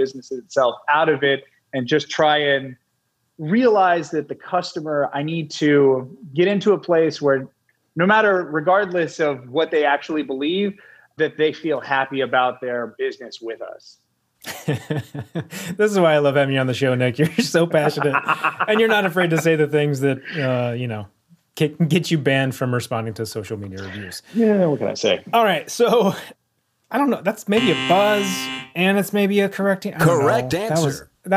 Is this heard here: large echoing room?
no